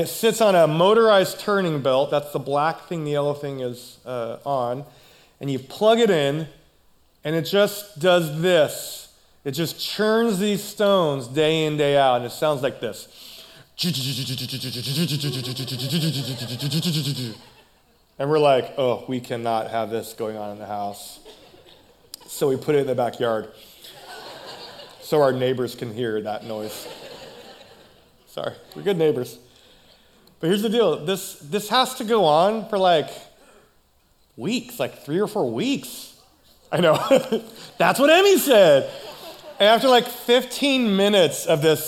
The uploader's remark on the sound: Recorded live at CrossWinds Church on November 19th , 2023.